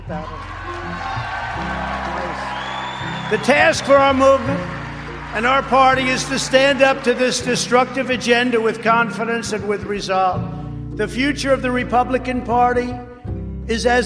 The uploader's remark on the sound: speaks at the Conservative Political Action Conference (CPAC) in Orlando, Florida on February 28th, 2021.